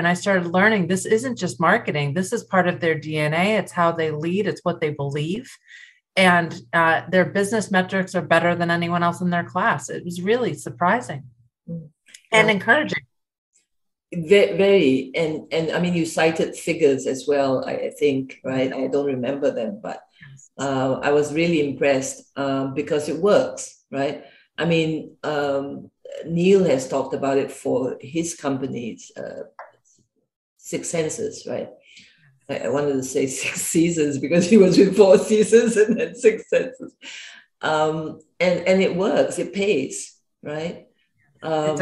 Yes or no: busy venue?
no